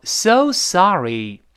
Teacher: 这个 so 声音往上拔，sorry 那个 sa 也是比较高的